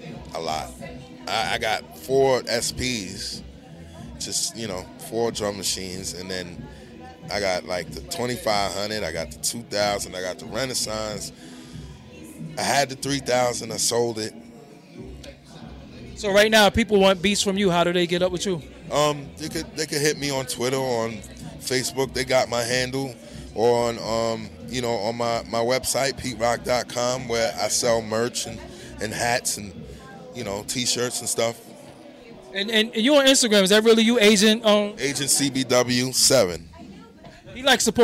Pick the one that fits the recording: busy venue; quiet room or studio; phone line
busy venue